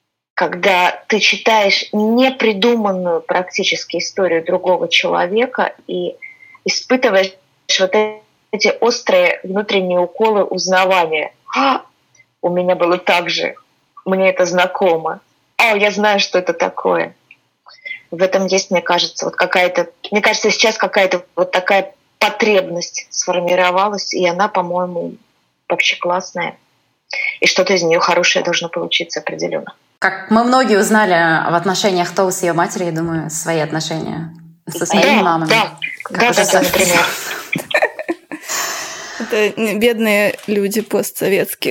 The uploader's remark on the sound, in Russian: Мы записывали этот выпуск удаленно и просим прощения за возможные звуковые помехи!